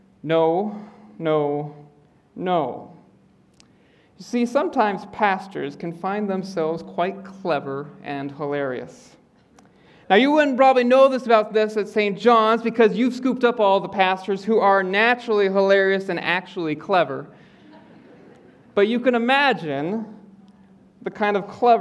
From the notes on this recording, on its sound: preaches in the Auditorium.